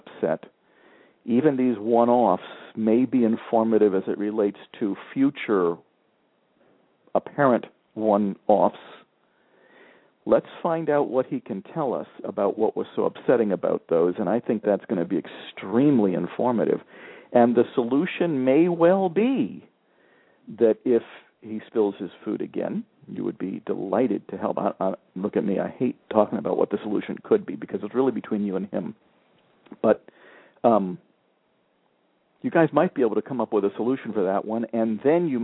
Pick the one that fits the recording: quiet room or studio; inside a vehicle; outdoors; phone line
phone line